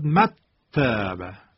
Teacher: میشد مت تابه. نون خونده نمیشد، حرف تا مشدد میشد · Term: ادغام